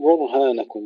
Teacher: ننتبه ألا نرقق الراء ولا نفخم الهاء